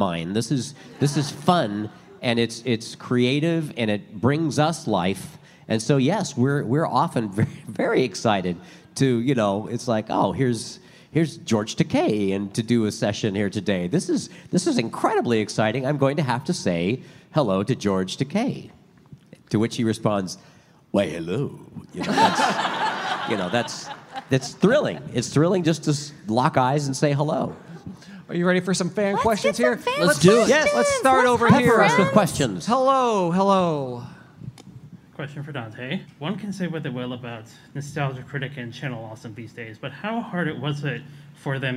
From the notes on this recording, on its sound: Live From Emerald City Comic Con ’21! This exclusive release of the live Avatarverse panel at ECCC. Recorded in the chilly December clouds of beautiful Seattle at Emerald City Comic Con. Before turning the questions over to the audience!